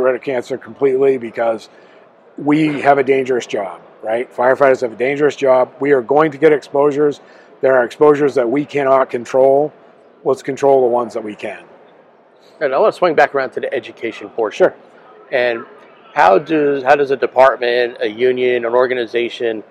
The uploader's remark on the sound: Here, we hit the road and have conversations. On location at Firehouse Expo in Columbus, Ohio.